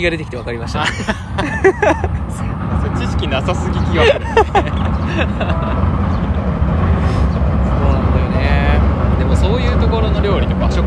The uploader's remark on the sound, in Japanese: 河原で収録しているので、日常感が凄い。2人組。笑い声あり。